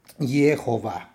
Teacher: pronunciadas como Yehová, con el acento en la última sílaba